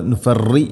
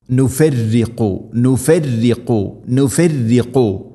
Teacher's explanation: ശദ്ദുണ്ടെങ്കിലും തർഖീഖാണ് അഥവാ നേർപ്പിക്കുകയാണ് വേണ്ടത്, പക്ഷേ ശദ്ദി നൽകിക്കൊണ്ടായിരിക്കണം. · Shown in: second take